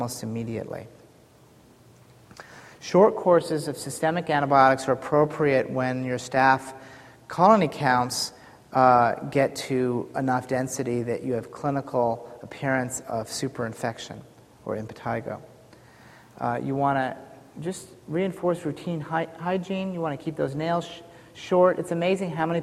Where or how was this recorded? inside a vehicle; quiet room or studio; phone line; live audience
live audience